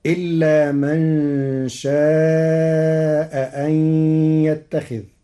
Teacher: قرأ ورش كلمتي شاء أن بتسهيل الهمزة الثانية بين وإبدالها حرف مد مشبع لوجود ساكن بعدها